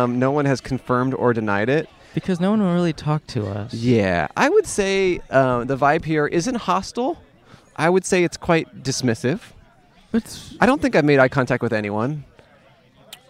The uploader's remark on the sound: wedding at the Louisville Nature Center in Kentucky